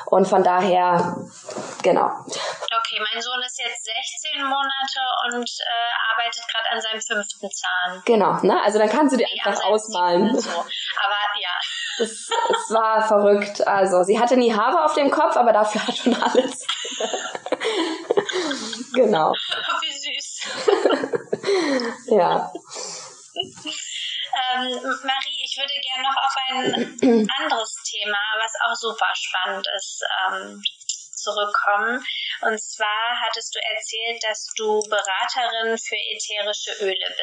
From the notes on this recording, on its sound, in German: Bitte entschuldige die Tonqualität in dieser Folge! Leider hat mich mein Mikrofon in dem Interview verlassen.